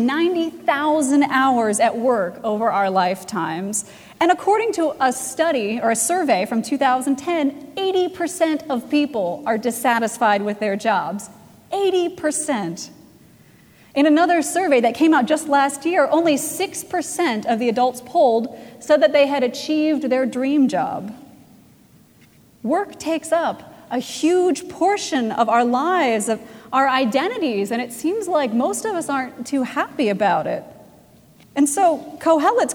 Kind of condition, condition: setting, large echoing room